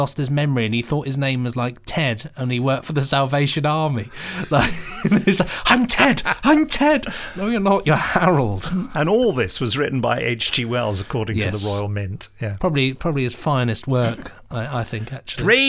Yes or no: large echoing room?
no